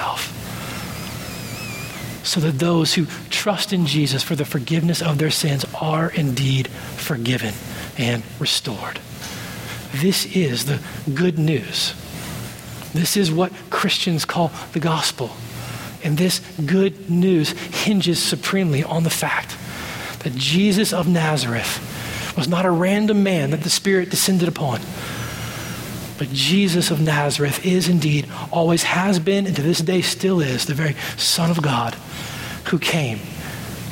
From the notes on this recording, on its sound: at Redemption Hill Church on Sunday, May 6th, 2012